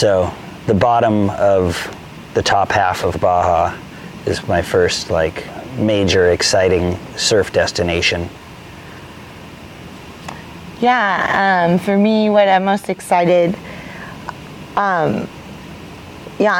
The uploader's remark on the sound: Recorded poolside in Sacramento on our third day of travel.